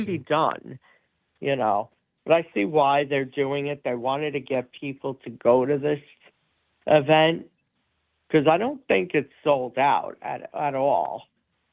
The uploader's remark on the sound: Live Call-in Show